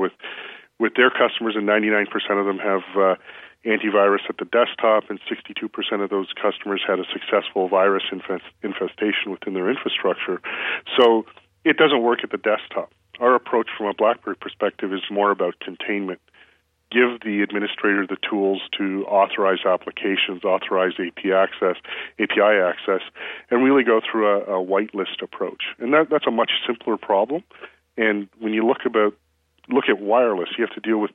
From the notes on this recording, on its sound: I spoke to him by phone